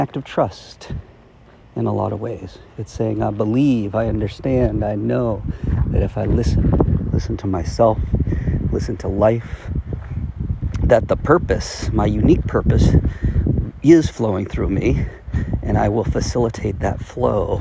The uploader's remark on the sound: I took a walk while recording this Shift. Apologies for the audio buzz from the wind on this recording.